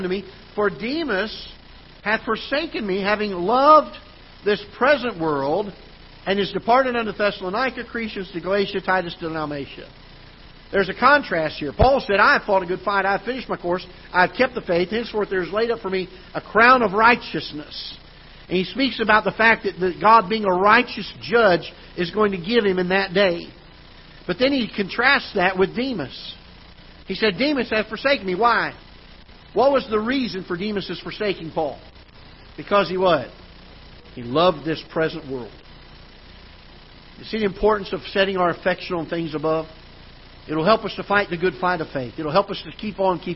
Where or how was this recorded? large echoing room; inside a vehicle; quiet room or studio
large echoing room